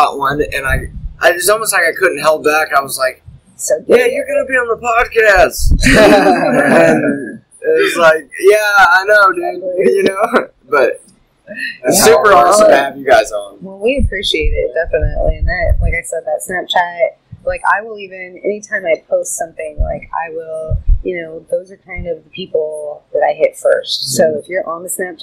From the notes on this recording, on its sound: Apologies for some audio trouble, still getting new set up worked out.